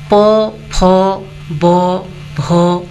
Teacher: যে ধ্বনির উচ্চারণের সময় দুটি ঠোঁট পরস্পরের সংস্পর্শে এসে বাতাসের নির্গম পথে বাধা সৃষ্টি করে · Term: ওষ্ঠ ব্যঞ্জনধ্বনি